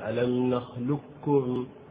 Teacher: في الإدغام التام فإنك تنطق بكاف خالصة، تقول ألم نخلقكم.